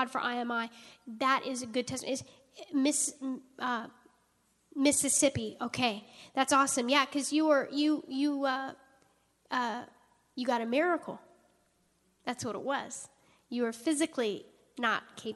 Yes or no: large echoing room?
yes